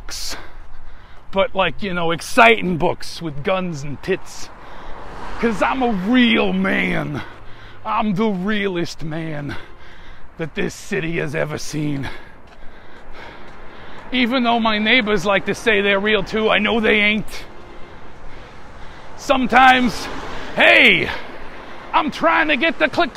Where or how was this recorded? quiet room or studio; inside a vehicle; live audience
inside a vehicle